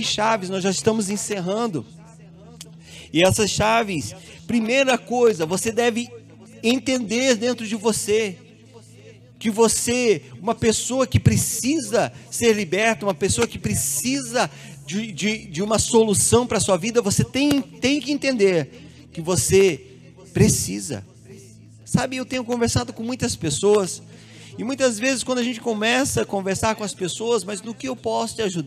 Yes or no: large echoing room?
yes